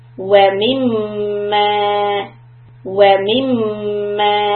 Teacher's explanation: Mim, meme connects with the next meme and there is going to be humming for two counts.